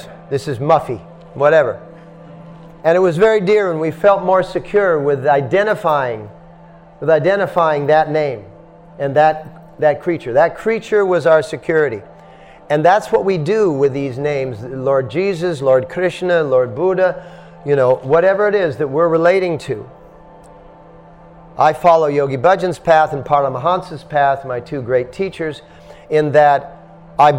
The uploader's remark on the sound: At The Dharma Temple – Vancouver